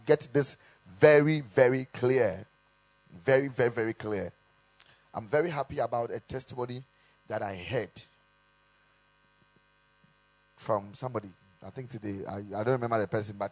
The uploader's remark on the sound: Preached at the Kingdom Sight Service.